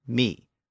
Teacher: Some parts of Britain still pronounce my with its original pronunciation, me.